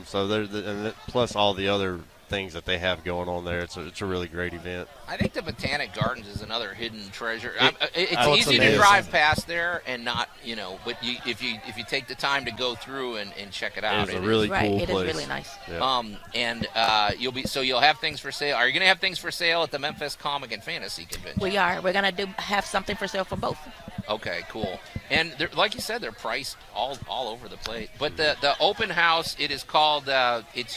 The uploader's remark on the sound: Live From The 2023 Cooper-Young Festival